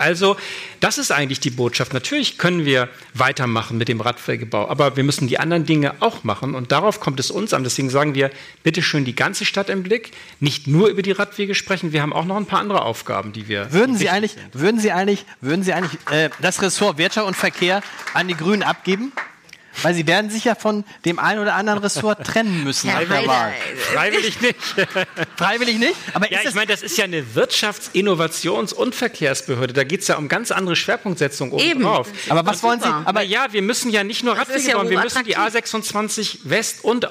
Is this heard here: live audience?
yes